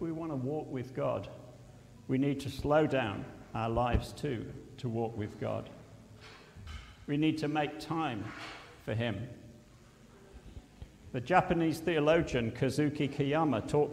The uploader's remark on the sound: at Pembury Baptist Church on 22nd October 2023